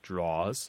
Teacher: So some people call these bureaus and chests, and some people call them draws. So it's the word drawer pronounced as if there's no last syllable there